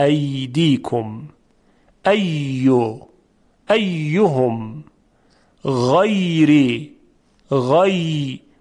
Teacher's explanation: در حرف یا غیر مدی وسط زبان نزدیک میشه، یک مجرایی به وجود میاد که هوا و صدا از اون مجرا عبور میکنه. فلذا میبینیم که صدای حرف یا خیلی نرم و روان هست.